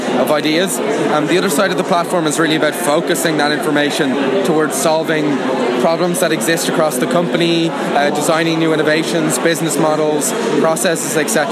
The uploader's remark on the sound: At the recent Uprise Festival held in Dublin